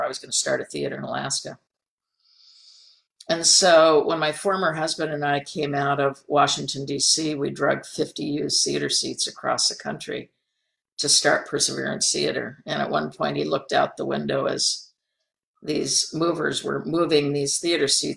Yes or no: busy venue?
no